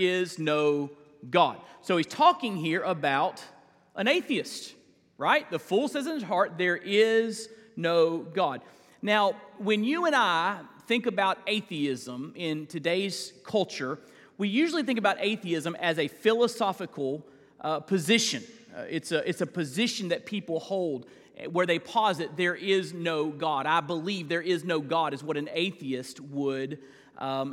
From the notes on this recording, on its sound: This is a weekly listing of live sermons from First Baptist Church in Fort Walton Beach, Florida.